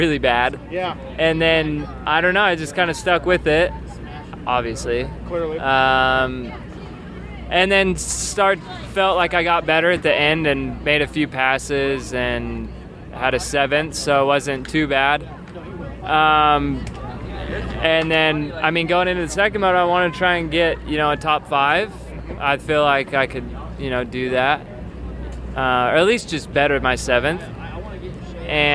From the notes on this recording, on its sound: Hangtown 2013 Post-Race Interviews.